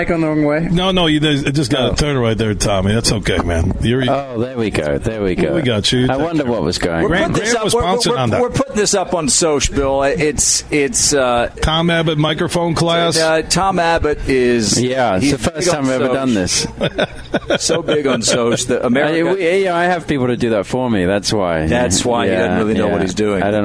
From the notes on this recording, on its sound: It's day 2 of us broadcasting live from the Blythefield Country Club which is home to the Meijer LPGA Classic for Simply Give.